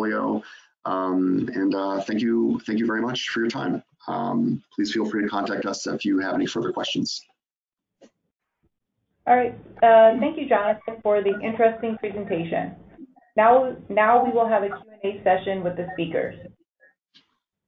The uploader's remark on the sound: In this live webinar